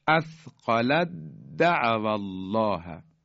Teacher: تی دو نقطه کاملا از بین میره، اثقلت د یعنی دال رو مشدد میکنیم · Term: ادغام